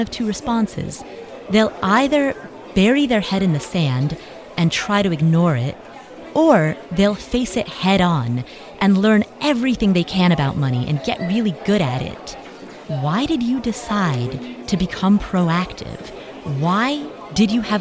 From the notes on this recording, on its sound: This episode is a little unusual because I interviewed fellow podcast listeners live at FinCon (a conference for financial bloggers).